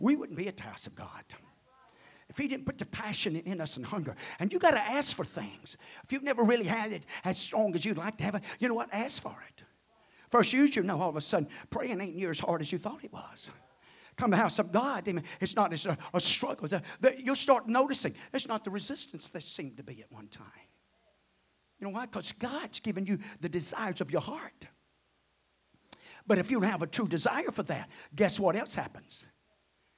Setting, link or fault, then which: setting, large echoing room